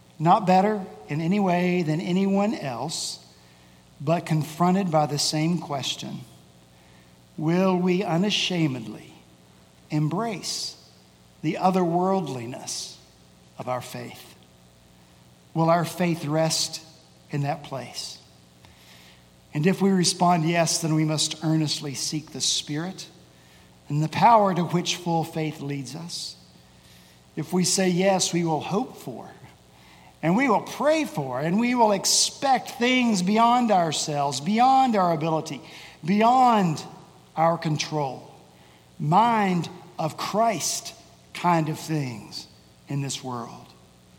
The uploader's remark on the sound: At Redeemer Presbyterian Church in Charleston, SC.